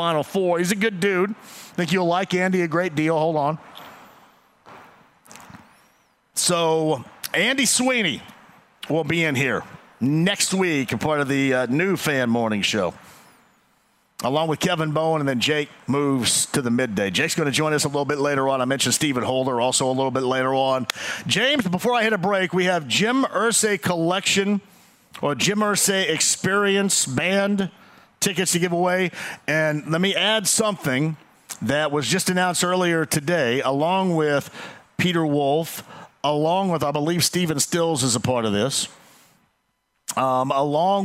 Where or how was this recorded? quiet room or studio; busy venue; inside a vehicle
busy venue